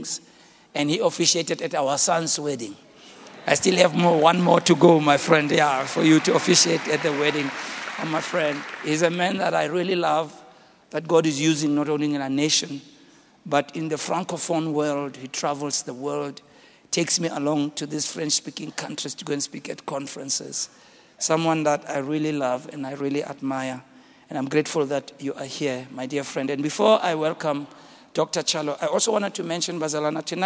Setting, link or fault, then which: setting, live audience